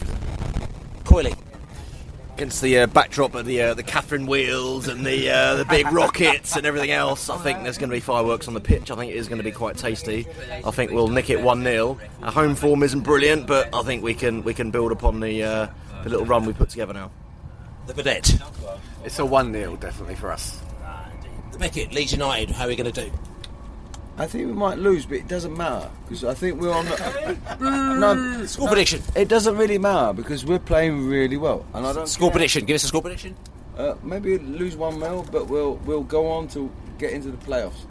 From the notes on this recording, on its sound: Podcast from the Pubs. The Beesotted crew took to the road to record this episode - finding a number of drinking establishments in the West Midlands who would happily accommodate our portable studio. They recorded in an Egyptian bar in Birmingham, the back of a taxi and a punjabi pub/indian restaurant a short walk away from St Andrews.